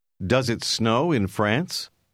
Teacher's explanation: Le mot du milieu a un son O long, comme dans le mot No.